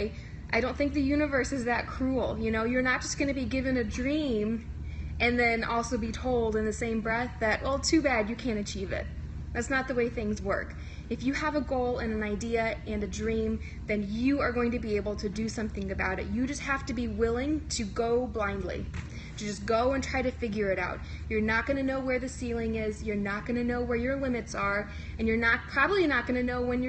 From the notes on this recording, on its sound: Today’s episode is another live Periscope recording, so please excuse some of the poor sound quality.